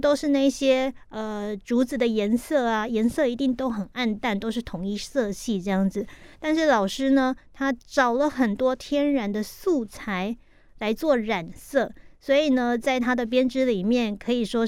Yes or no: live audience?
no